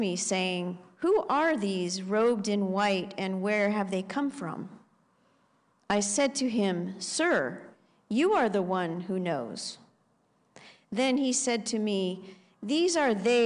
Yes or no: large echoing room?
yes